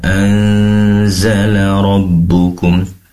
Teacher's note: Anzal di sini ada nun sukun bertemu dengan zai tentunya ikhfa hakiki. Dengungkan sambil seraya samar ya.